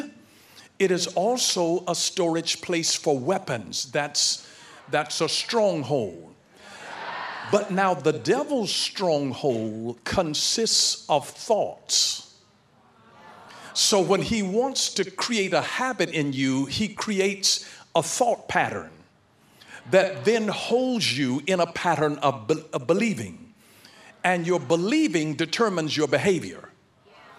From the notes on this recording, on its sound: in Heart of God Church's youth service.